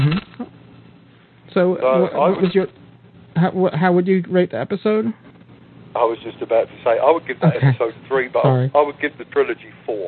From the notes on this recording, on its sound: With live listener feedback. Recorded live on the net via TalkShoe on Sunday, 1st of July 2007. Note: This is a "Rough, Ready, and Raw" version -- this podcast episode is going out as it was recorded, with no post production work...